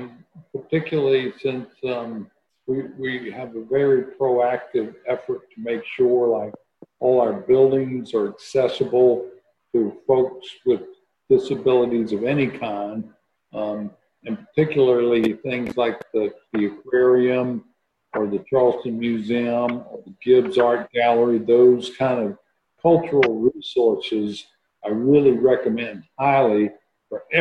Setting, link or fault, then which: link, video call